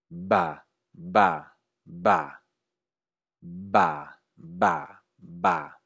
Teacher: Juntamos los labios, hacemos vibrar las cuerdas vocales y expulsamos el aire.